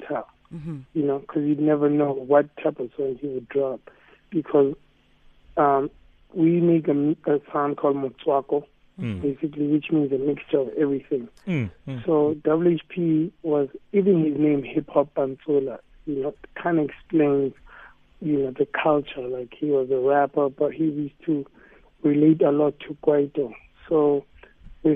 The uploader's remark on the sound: PHONE INTERVIEW.